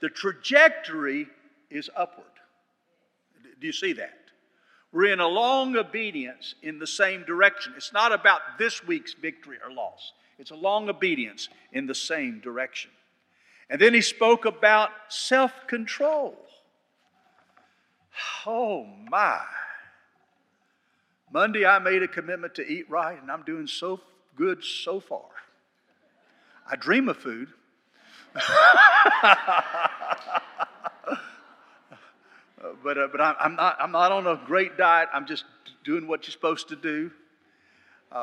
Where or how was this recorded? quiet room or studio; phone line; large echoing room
large echoing room